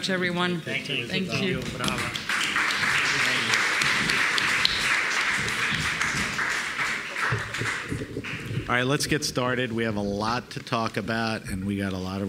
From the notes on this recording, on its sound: This talk was recorded by Heritage Radio Network as a part of RAW Wine NYC 2019's Speakers' Corner. A talk-tasting.